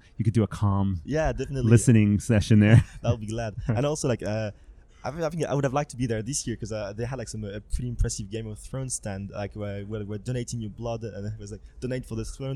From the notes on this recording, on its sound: stopped by the #MidemTectonics podcast booth at Cannes